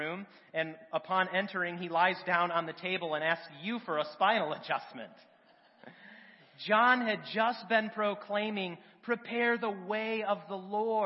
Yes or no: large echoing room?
yes